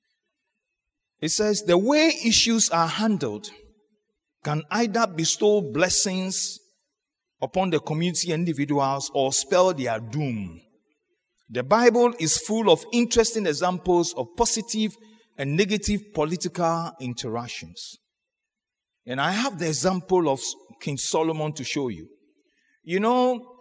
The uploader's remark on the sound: Sermon preached at CBC Shiashie Campus